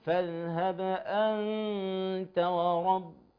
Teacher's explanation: قول الحق تبارك وتعالى كلمة فاذهب سيدي الفاضل، عندنا ذال ساكنة وباء ساكنة. الذال ليس حرفا مقلقلا، لكن الباء حرفا مقلقلا